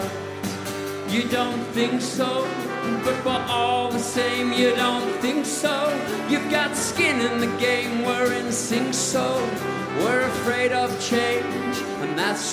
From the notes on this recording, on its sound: set on the main stage at the Isle of Wight Festival 2019